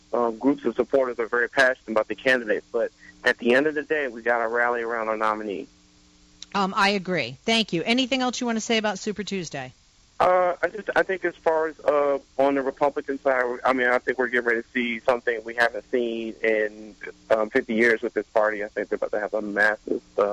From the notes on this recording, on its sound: This then spurs another supporter of Bernie Sanders to call in and disagree with the initial caller.